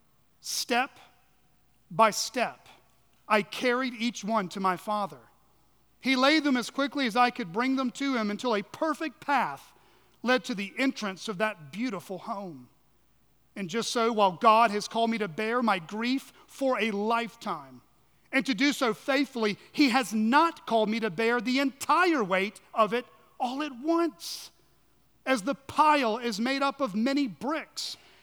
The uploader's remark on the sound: at Chaffee Crossing Baptist Church in Barling, AR.